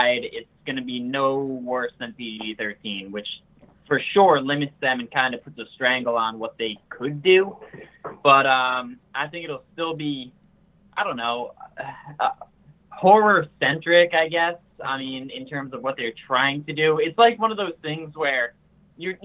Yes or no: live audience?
no